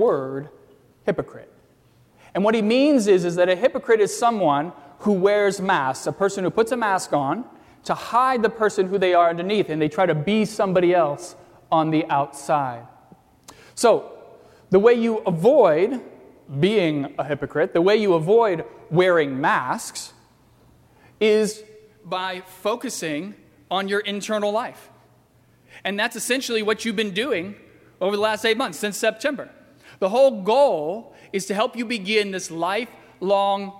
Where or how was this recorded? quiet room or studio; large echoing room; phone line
large echoing room